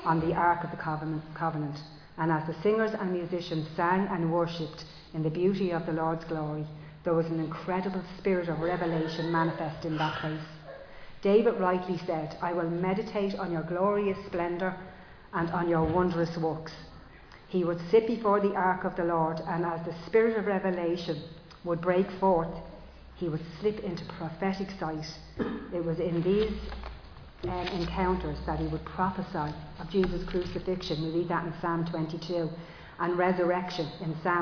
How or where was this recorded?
large echoing room